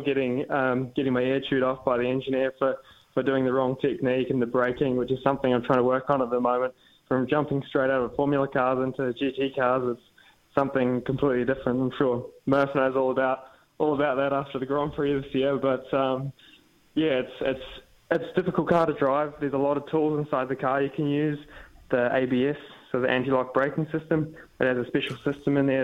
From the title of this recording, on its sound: dials in from Germany